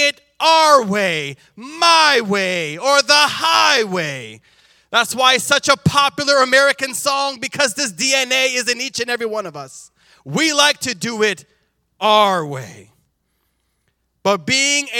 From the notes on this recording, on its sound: This JAT was recorded live on October 2nd, 2022 at Newark United Pentecostal Church.